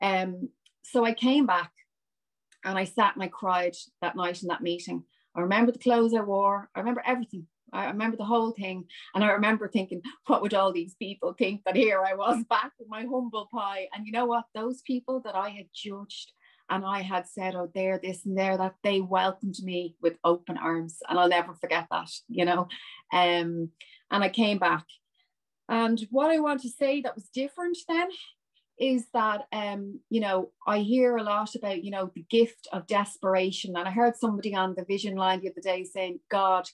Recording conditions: video call